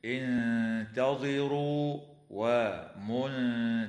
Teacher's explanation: الساكنة مع الغنة مرققة في كلمة انتظروا، وكذا في كلمة منتظرون، مع مراعاة ترقيق التاء في كلمتي انتظروا ومنتظرون